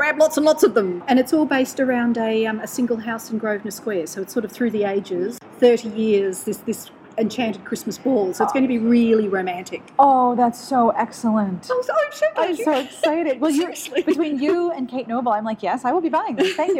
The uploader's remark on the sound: Interviews from the Brisbane Writers’ Festival Green Room